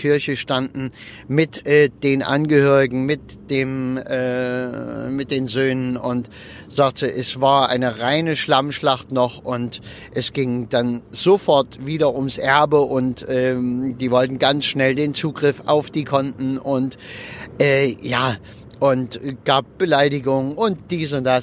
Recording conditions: inside a vehicle